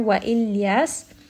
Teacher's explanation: So as we are stopping here on this letter, do give it a little bit of a whistle just to make sure that we can hear that sin with a sukun · Term: safir